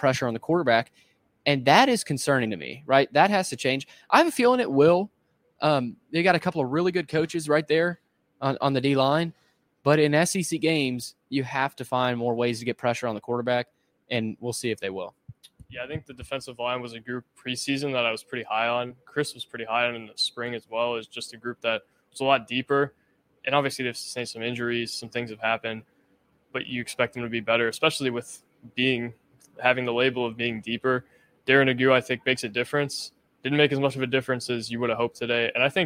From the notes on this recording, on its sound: Report from Allegacy Stadium in Winston Salem for an instant reaction following Vanderbilt's 36-20 loss to Wake Forest.